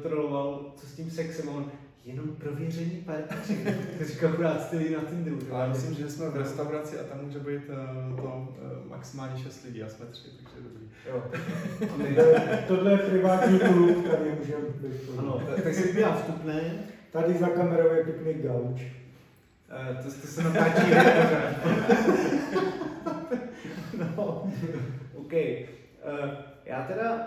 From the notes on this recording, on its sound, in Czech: Omluvte prosím špatnou audiovizuální kvalitu, zradil nás nový třetí mikrofon i stativ.